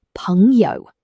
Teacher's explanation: Notice the tones. 朋 is second tone, rising, and 友 is neutral.